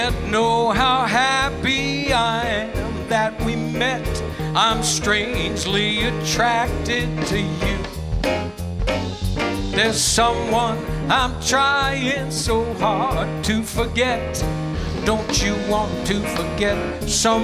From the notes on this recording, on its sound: Live at the South Point Casino